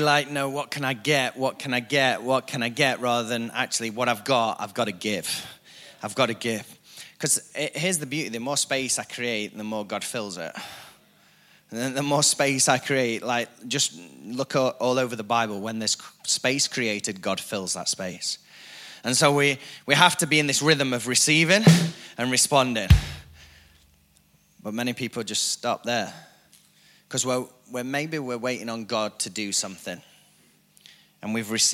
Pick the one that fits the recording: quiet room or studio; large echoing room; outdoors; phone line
large echoing room